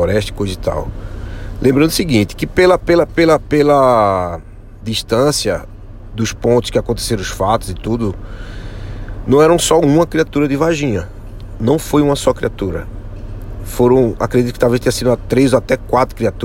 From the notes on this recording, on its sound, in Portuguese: Episódio narrativo gravado com o celular IPhone XR .